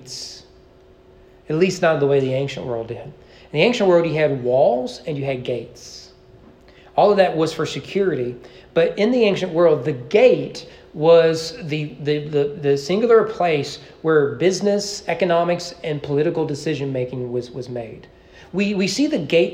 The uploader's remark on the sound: Sermon preached at East Frankfort Baptist Church on July 16, 2023 during evening worship.